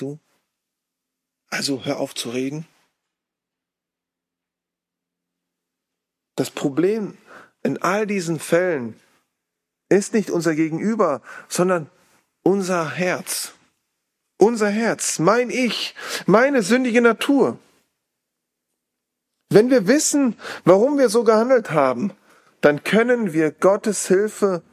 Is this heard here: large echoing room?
yes